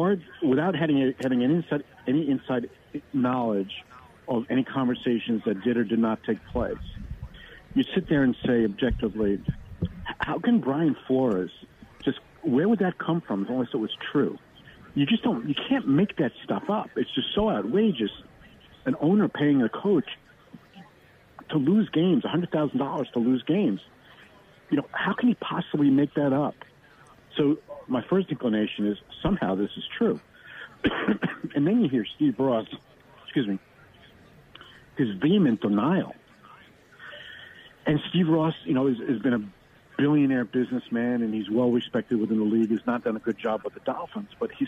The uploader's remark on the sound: joined on the phone by best-selling author